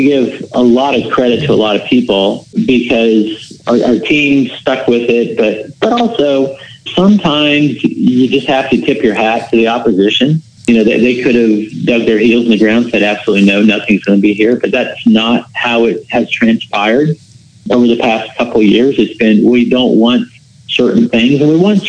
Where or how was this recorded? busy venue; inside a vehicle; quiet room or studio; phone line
phone line